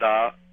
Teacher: And there's no TH sound, so it's like a da.